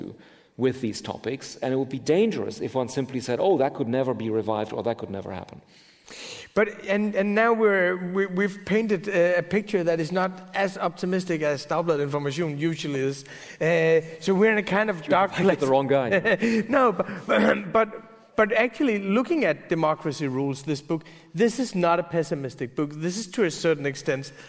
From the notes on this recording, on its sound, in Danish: Med på scenen som interviewer er chefredaktør på Information